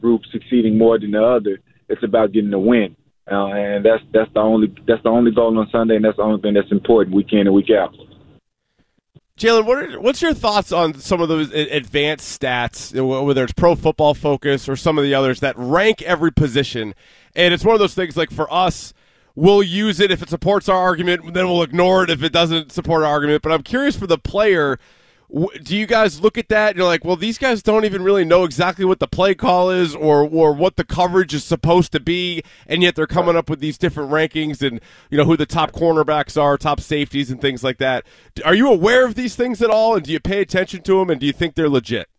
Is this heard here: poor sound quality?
no